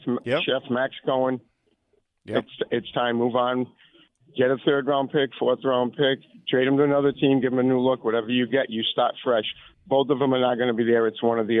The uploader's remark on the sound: take your calls texts and tweets live on the air